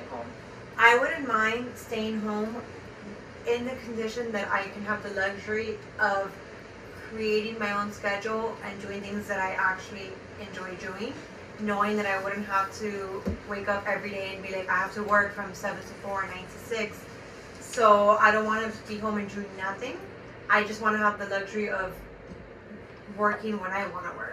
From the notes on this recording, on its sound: Please bear with our sound, it was damaged during recording.